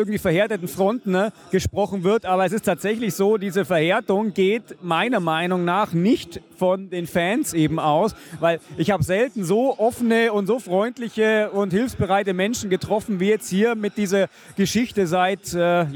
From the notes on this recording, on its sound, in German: Wir waren live in der Südkurve und haben uns die Sache mal direkt angeschaut und zahlreiche Interviews mit Fans und Ultras geführt, um die Sache mal genauer zu beleuchten. Sowohl vor dem Spiel, als auch danach sowie mitten in der Kurve haben wir für euch aufgenommen. Mit viel Singen, Klatschen, Springen und absolut ohne Aufnahme von Nährstoffen.